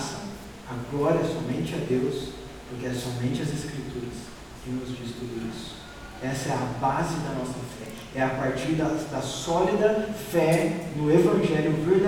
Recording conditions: large echoing room